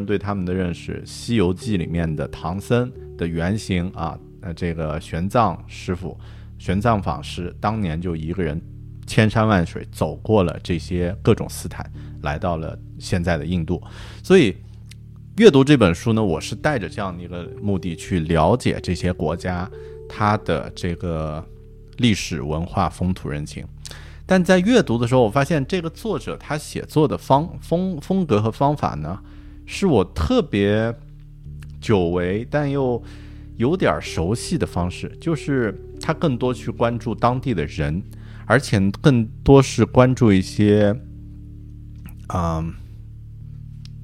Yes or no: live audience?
no